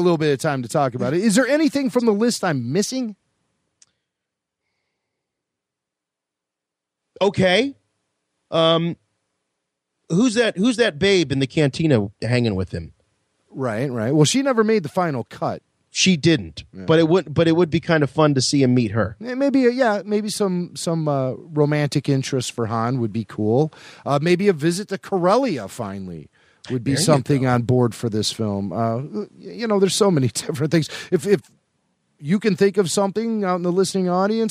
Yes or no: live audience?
no